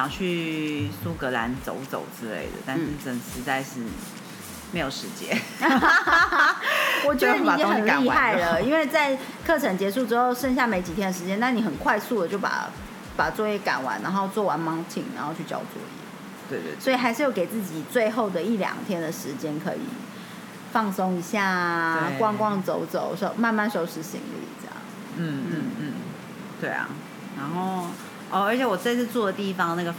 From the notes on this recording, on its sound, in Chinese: 拍謝下大雨收音比較有噪音…請大家包容一下了～～。